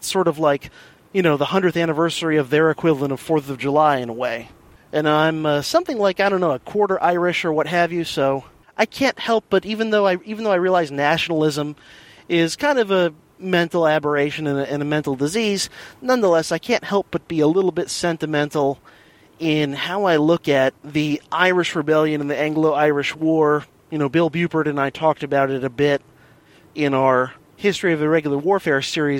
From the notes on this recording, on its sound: Pieced together in true guerrilla fashion from several commutes in the Silver Bullet, plus a little bit recorded from the (relative) comfort of the home office.